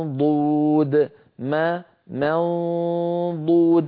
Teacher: أنتقل من ميم مرققة إلى قرب مخرج الضاد من غير إغلاق ضو، فلما أصل إلى صوت الضاد أضغط وأغلق المخرج منضو، فلما أقول ضو عندئذ يكون الإغلاق ويكون نطق الضاد المستعلية المطبقة المستطيلة.